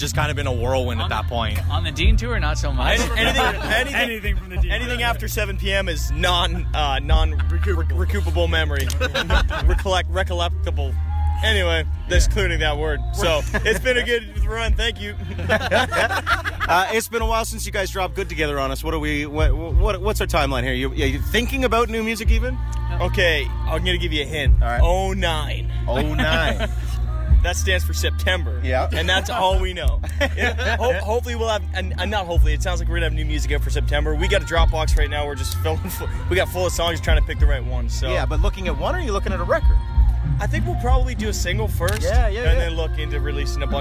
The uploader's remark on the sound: Live from Boots & Hearts